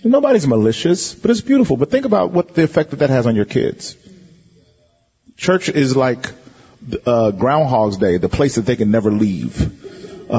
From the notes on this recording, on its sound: Dive into a live Q&A session. This podcast is one of several workshops from Exponential’s Global 2023 Conference in Orlando.